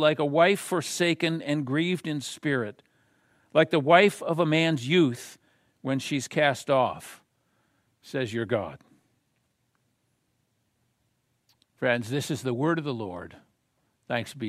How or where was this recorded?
large echoing room